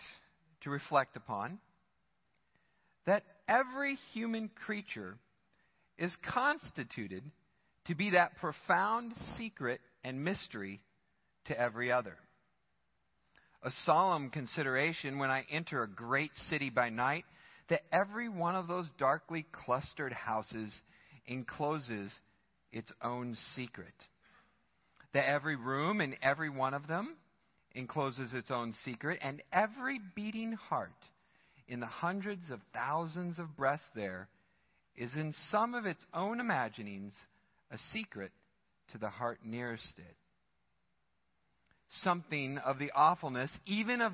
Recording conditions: large echoing room